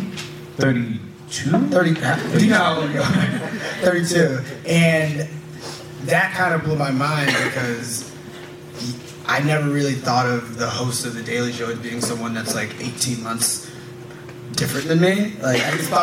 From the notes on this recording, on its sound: Recorded live at the 2016 Vulture Festival.